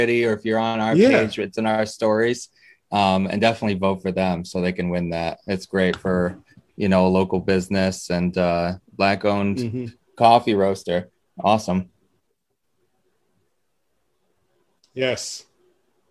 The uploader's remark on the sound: Recorded Live on Zoom.